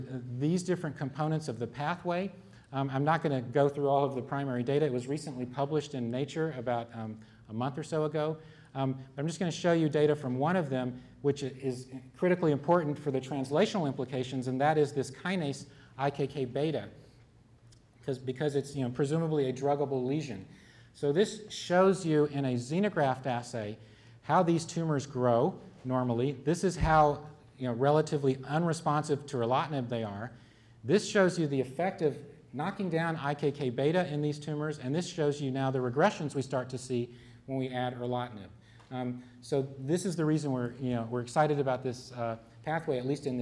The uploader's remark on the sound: One of a series of lectures from The Yale School of Medicine Bicentennial Symposium, “Biomedicine in the New Century,”.